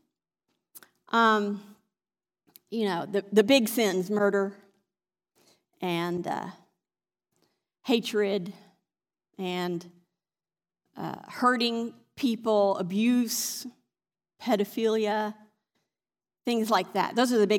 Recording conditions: large echoing room